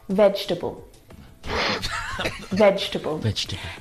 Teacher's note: this word is a challenge because it looks like there should be 4 syllables in this word. Vegetable. Vegetable. But there's not. There are 3 syllables. Veg, we don't pronounce that second syllable.